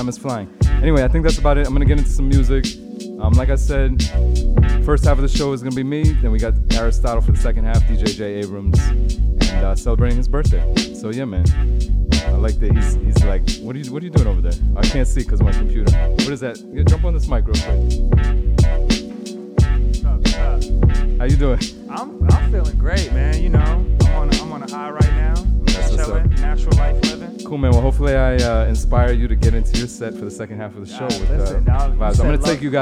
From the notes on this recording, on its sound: Originally broadcast live on March 21, 2019 from the storefront of Kinfolk 90 in Williamsburg, Brooklyn, New York City. Broadcast live on WAXX.fm.